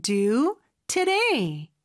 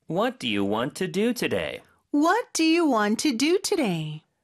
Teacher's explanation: Today의 D는 또 리을처럼 발음이 되겠죠. 모음살이 끼어있으니까.